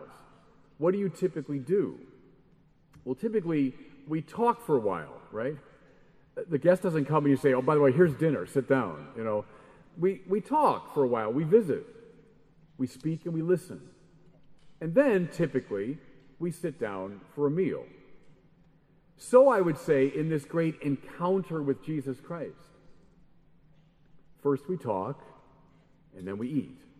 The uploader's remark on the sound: Keynote address at Adoremus. The Adoremus Eucharistic Congress and Pilgrimage in Liverpool.